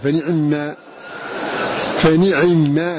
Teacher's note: فنعما إسراع واختلاس للكسرة اتيان بثلثي الحركة لا بها كاملة · Term: الاختلاس